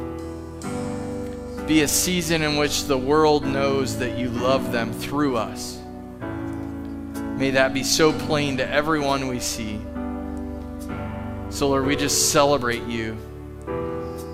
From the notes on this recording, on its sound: Live from The Summit Church in Dover, OH